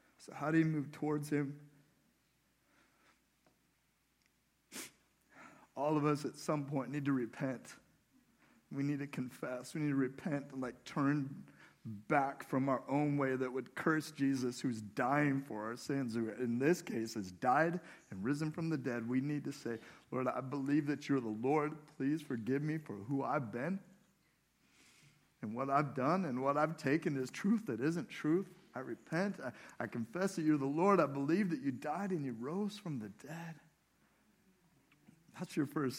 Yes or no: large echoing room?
yes